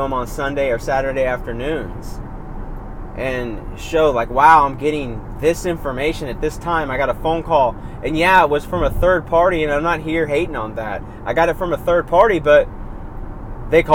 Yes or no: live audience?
no